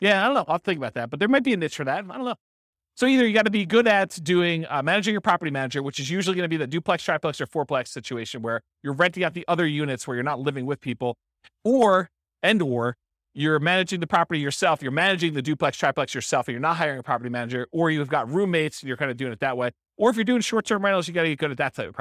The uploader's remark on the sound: This was a live class recorded